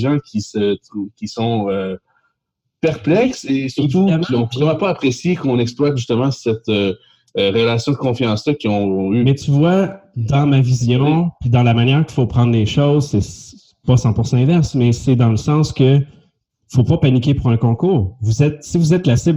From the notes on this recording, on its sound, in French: Locaux virtuels par Zoom. Montage audio par Intrasecure inc. Locaux virtuels par Zoom.